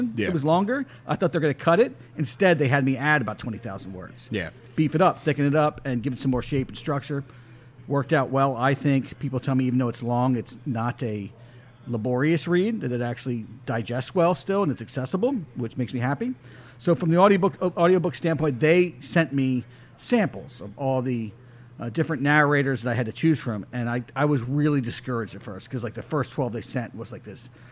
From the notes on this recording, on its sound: this was the first episode to be recorded in the Liga Privada Lounge of the Wooden Indian Tobacco Shop